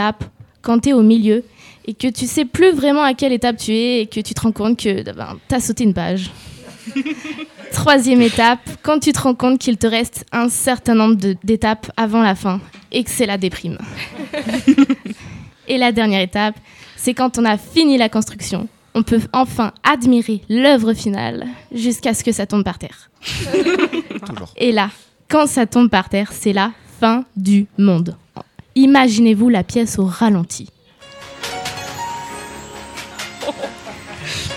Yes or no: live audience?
yes